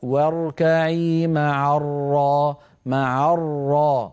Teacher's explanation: الراء ليست شديدة، ليست من حروف أجد قط بكت، ولا ينبتر الصوت عندها